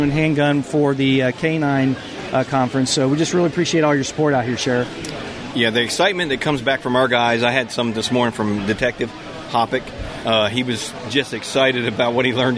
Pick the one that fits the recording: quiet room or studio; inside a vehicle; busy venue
busy venue